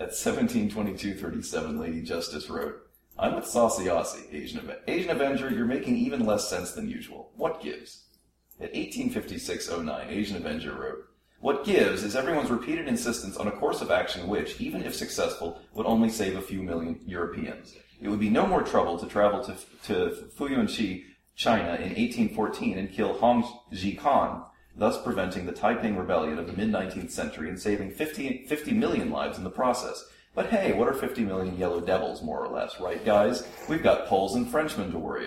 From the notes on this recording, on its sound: a collection of sound clips from the Rogues Retreat in Austin, Texas this past July